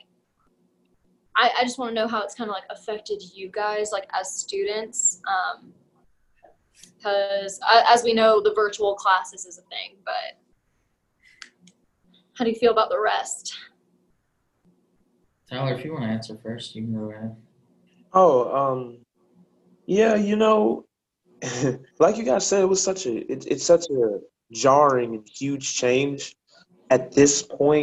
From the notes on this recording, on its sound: as they talk through a zoom call